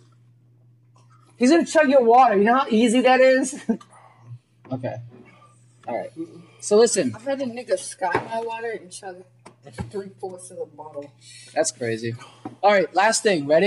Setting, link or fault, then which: fault, poor sound quality